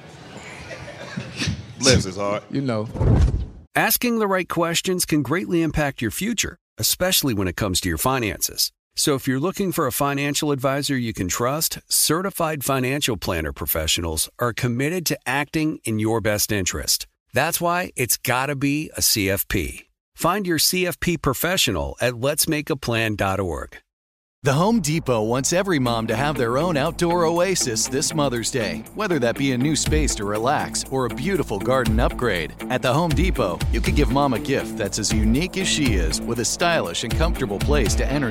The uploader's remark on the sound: LIVE from Resorts World Las Vegas